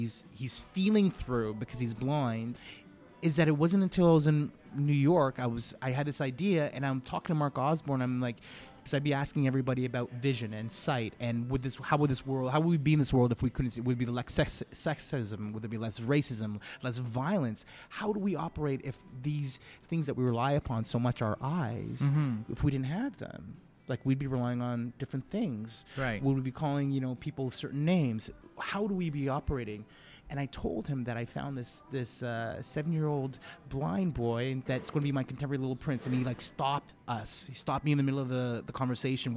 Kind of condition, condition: setting, busy venue